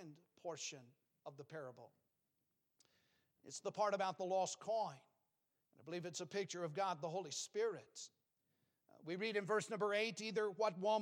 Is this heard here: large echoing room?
yes